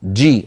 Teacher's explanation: هكذا الجيم الفصيحة محبوسة الصوت